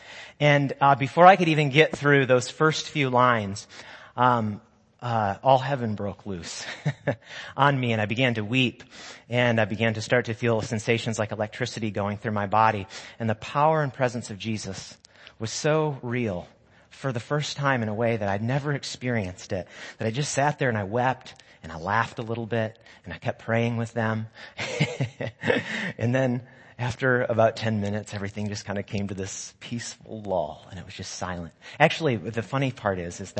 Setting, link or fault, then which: setting, large echoing room